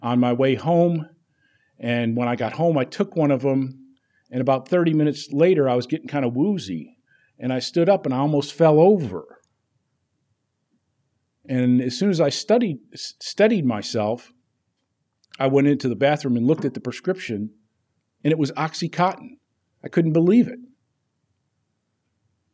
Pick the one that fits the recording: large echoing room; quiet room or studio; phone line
large echoing room